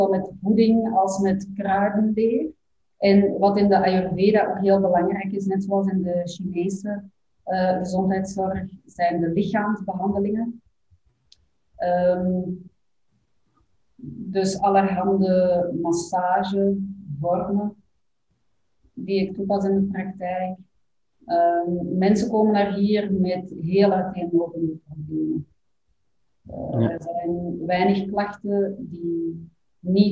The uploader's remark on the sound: Zoom-call discussie audio plus meditatie music - zoom call discussion plus meditation music.